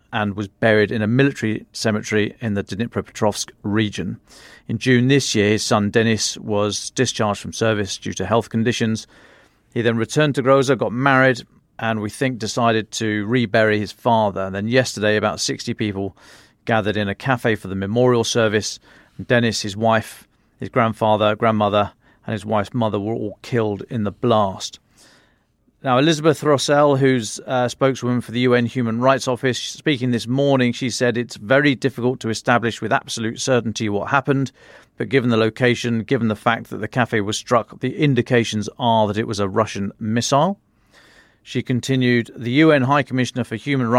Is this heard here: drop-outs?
no